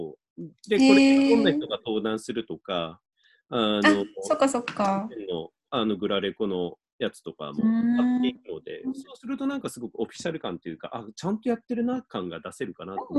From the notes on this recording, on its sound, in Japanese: カラフル・スペース放送局』は、ZOOMを使っての新しい形のトーク番組。